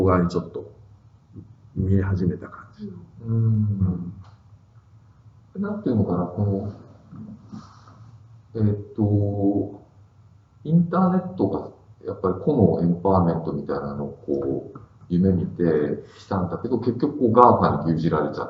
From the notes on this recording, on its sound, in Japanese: 旧マイクで音声ややわるいです